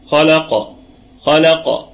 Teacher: وطبعا الكلمة كلها مرققة وفيها وجه واحد فقط بالمد الطبيعي. خلق، الخاء في ثاني درجات التفخيم، واللام مرققة، والقاف أيضا في ثاني درجات التفخيم وصلا ووقفا، وفيها قلقلة نسبية وصلا وقلقلة وسطى وقفا